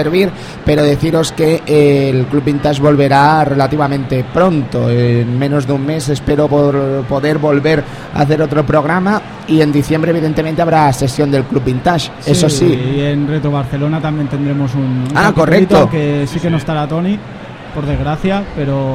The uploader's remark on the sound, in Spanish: Programa grabado en directo desde el salon del manga de Barcelona.